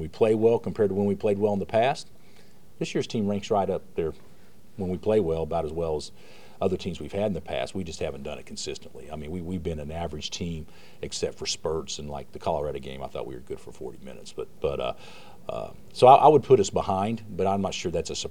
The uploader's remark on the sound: Press Conferences & Post-Game Interviews